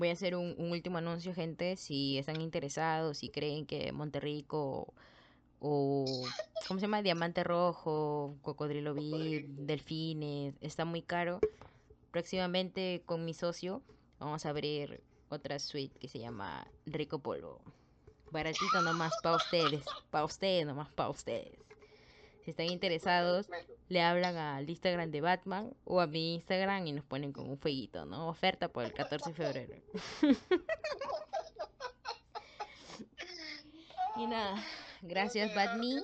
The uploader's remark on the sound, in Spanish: Un podcast que no tiene el mejor audio.